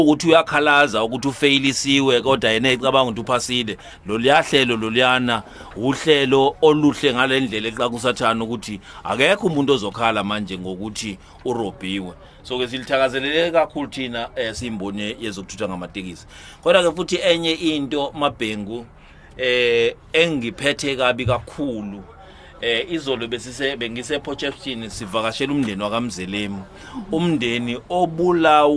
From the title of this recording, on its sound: interviewed at the festive season launch in durban